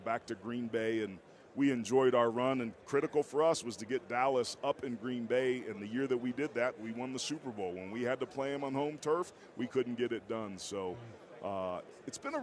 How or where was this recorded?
busy venue